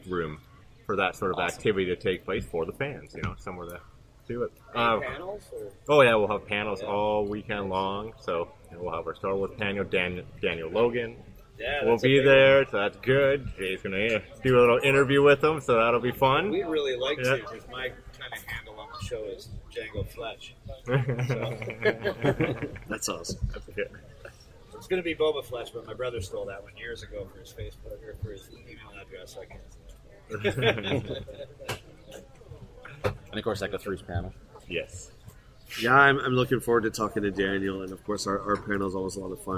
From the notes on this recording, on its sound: The interviews we conducted during Star Wars Day at Storybook Gardens, and our first live episode! It was so much fun to hang out and turn a small corner of London into the galaxy far, far away for just one day. (The audio may be a little rough at points - bear with us as we work out the kinks of recording live!).